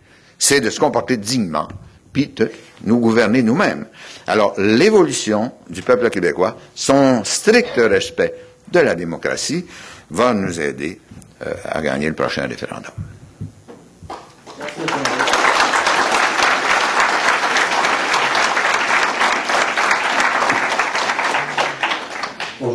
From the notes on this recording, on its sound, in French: Il a prononcé cette conférence devant plus de 400 personnes. Organisateur : Collège de Maisonneuve.